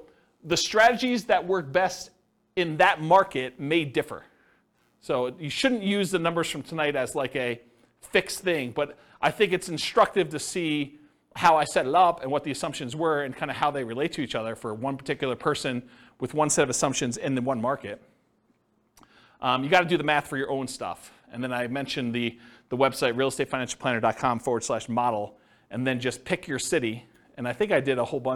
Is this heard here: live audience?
yes